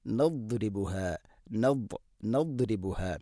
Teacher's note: ദാദിൻ്റെ ഉച്ചാരണം നാവിൻ്റെ ഏതെങ്കിലും ഒരു സൈഡ് അണപ്പല്ലുകളോട് ചേർന്ന് അതിൻ്റെ അരു നീളത്തിൽ തട്ടിക്കൊണ്ട് ആയിരിക്കണം. അതോടൊപ്പം നാവിൻ്റെ മധ്യഭാഗം വണ്ണാക്കിലേക്ക് ഉയർന്നു നിൽക്കുകയും വേണം.